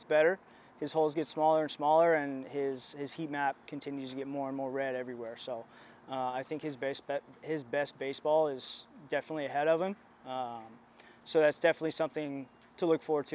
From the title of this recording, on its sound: Live From Spring Training